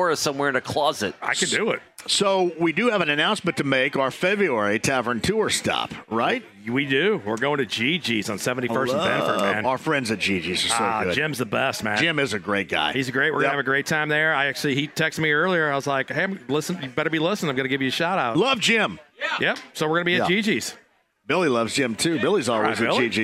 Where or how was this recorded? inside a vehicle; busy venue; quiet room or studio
busy venue